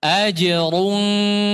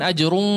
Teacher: Dhammah saja sudah. Dhammahnya cuma selesai di ra. Ketika masuk ikhfa sudah enggak ada dhammah. · Shown in: first take